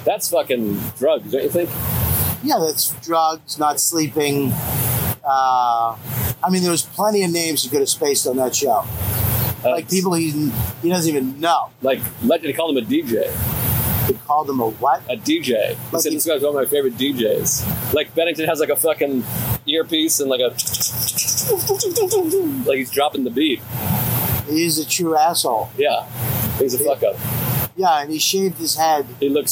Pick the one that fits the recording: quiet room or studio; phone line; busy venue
busy venue